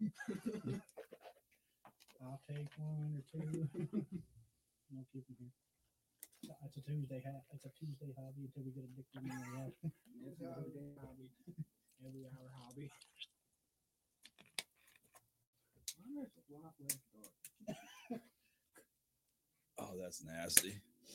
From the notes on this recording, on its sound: The Mystery Cooler strikes, but we screwed up the audio.